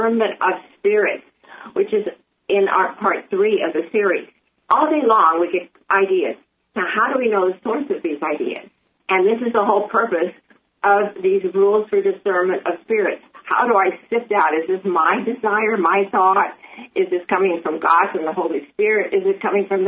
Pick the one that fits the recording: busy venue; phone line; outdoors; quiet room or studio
phone line